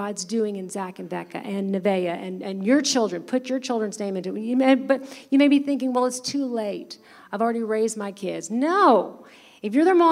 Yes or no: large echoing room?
yes